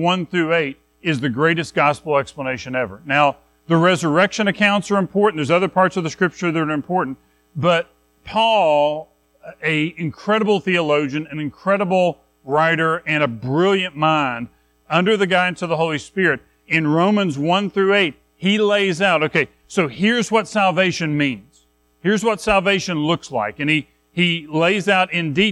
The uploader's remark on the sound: Recorded at Madison Baptist Church in Madison WV.